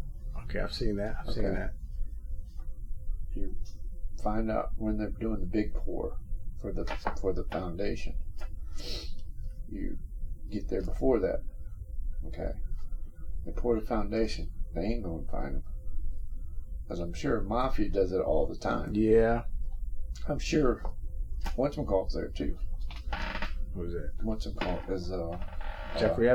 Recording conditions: poor sound quality